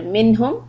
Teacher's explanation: minhum, the noon is izhar, because ha is a izhar letter. So we make it clear.